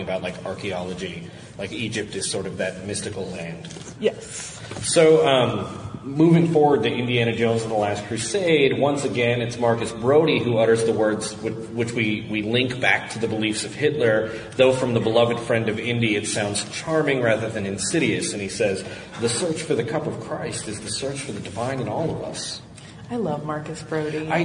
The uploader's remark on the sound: Live From FanX